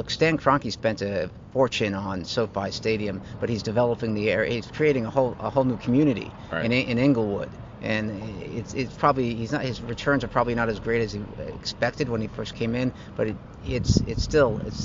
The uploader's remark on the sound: live from the NFL league meetings in Phoenix